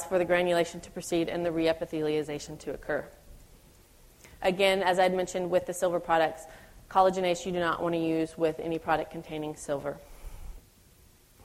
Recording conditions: live audience